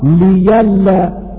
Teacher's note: بإبدال الهمزة ياء خالصة لوقوعها بعد لام الجر